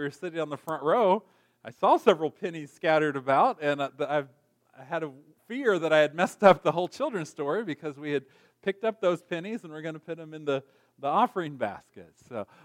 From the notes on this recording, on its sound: Recorded on October 21, 2023, at Ringgold Seventh-day Adventist Church.